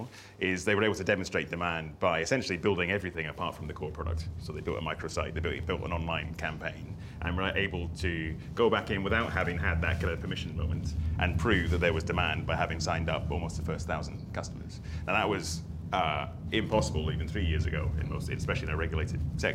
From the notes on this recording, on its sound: a recording of a recent event we heard at our headquarters, near London Waterloo, called Innovate BIG Breakfast.